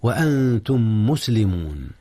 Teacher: ميم أنتم في ميم مسلمون، إدغام متماثلين